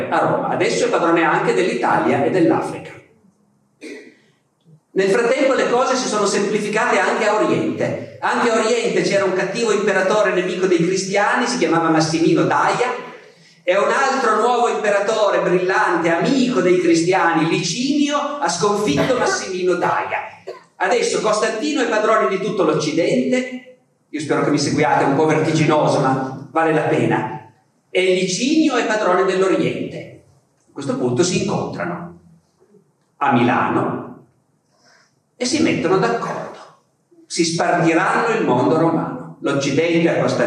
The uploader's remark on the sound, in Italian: registrata al festival Rinascimento Culturale 2017